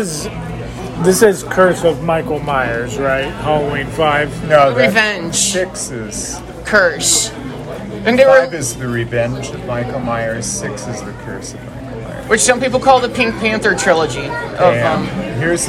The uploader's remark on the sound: Live at their theatre's first showing of Halloween Ends.